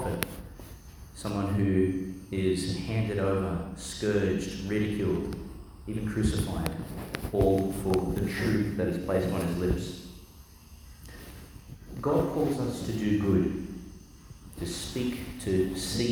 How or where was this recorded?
large echoing room